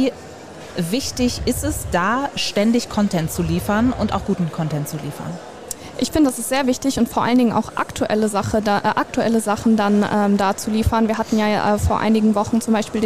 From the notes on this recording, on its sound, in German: Spezialfolge live vom Online Marketing Day.